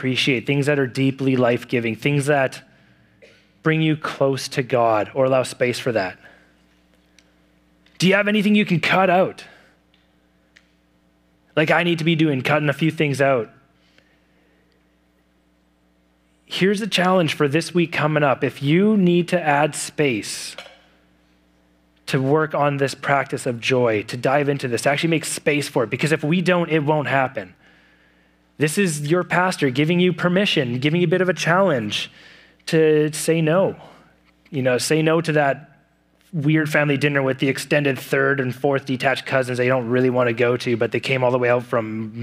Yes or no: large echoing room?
yes